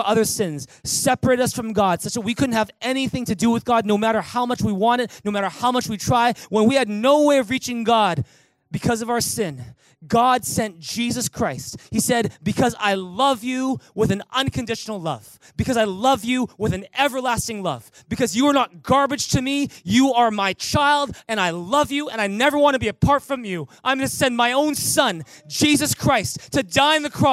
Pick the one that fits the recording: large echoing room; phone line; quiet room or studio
large echoing room